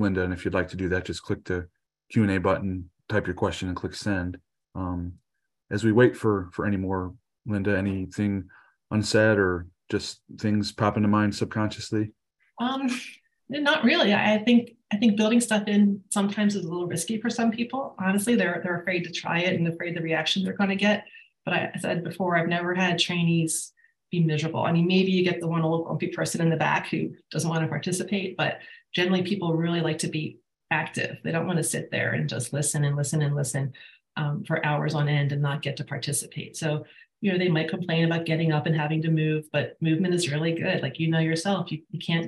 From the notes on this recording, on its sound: You are listening to audio from a webinar in the Safety+Health Webinar Series